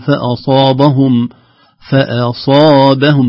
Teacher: فأصابهم، فأصابهم تخليص الحرف المفخم من المرقق، لا نقول فأصابهم، فأصابهم كل الحروف الكلمة مرققة، هذه الكلمة فأصابهم إلا الصاد مفخمة ومدها كذلك مفخم